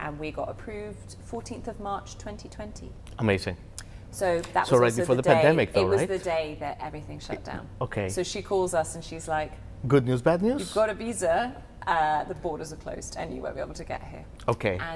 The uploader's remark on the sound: LIVE! From The Space at 100 Taylor